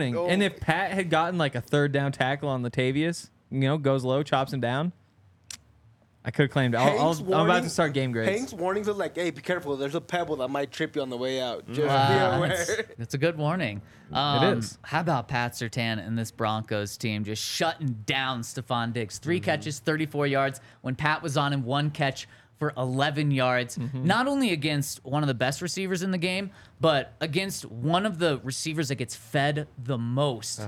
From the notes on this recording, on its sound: coming to you LIVE from the DNVR Bar